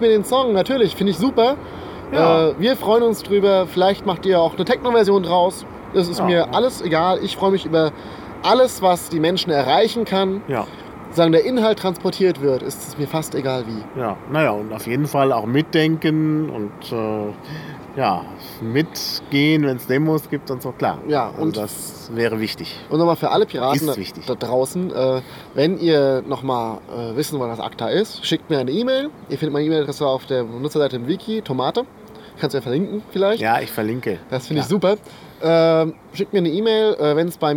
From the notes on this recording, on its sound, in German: Der Podcast wurde während des Bundesparteitags in Bingen am Rhein im Schatten des. Man hört auch Vogelzwitschern und Hubschrauber.